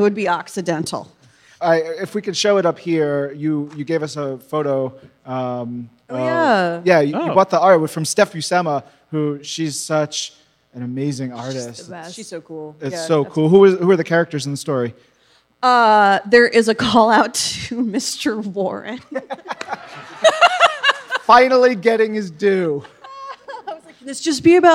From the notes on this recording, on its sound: Live at New York Comic-Con 2018